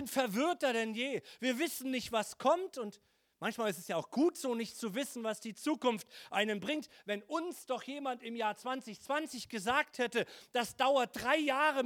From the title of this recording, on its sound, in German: Heiligabend 2022 - Gottesdienst Predigt